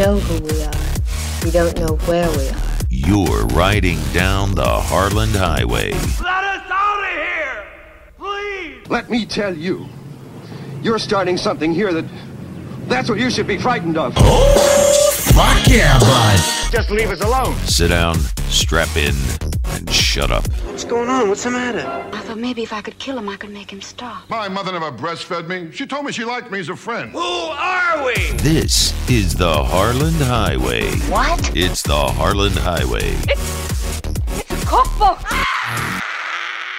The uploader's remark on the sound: Listener phone calls!